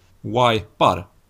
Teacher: Det är dels det här att vi har bytt ut diftongen ej mot diftongen aj. Och sen har vi bytt ut den labiodentala frikativan v mot den bilabiala approximanten w. Så att det blir wipar.